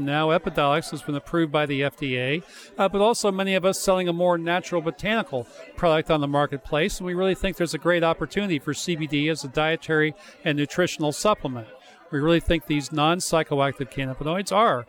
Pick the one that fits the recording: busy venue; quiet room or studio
busy venue